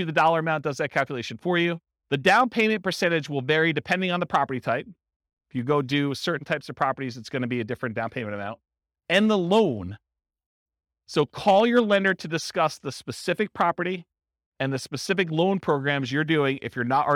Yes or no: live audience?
yes